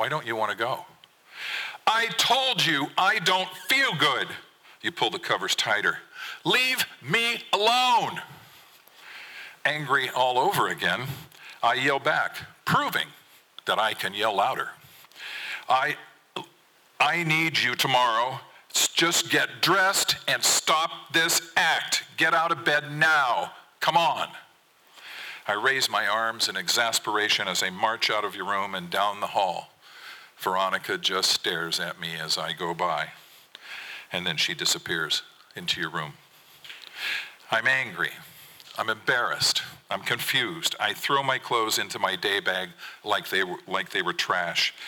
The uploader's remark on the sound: 2023 FPG-Ten Fifteen Theater-Saturday Night. From the 2023 FisherPoets Gathering. This recording was made on Saturday, February 25th, 2023, at the Ten Fifteen Theater in Astoria, OR as part of the FisherPoetry Archive Project.